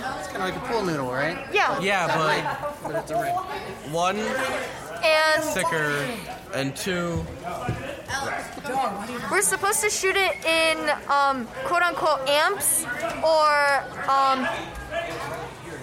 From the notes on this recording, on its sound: Three audio postcards or snapshots from STEAM night, one from technology, one from engineering, and one from the arts.